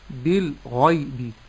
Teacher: بالغيب تفخيم الغين. نعم ترقيق الباء وترقيق اللام، تفخيم الغين وترقيق الياء وترقيق الباء